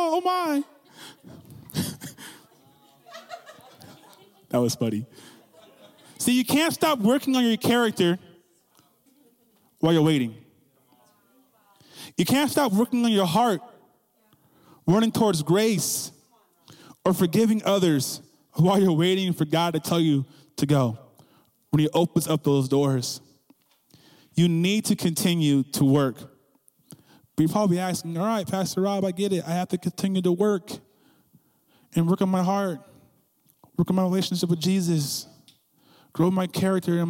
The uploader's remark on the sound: CYA WINTER CAMP 2022. Recorded Live at Faith Heights, Donelly Idaho.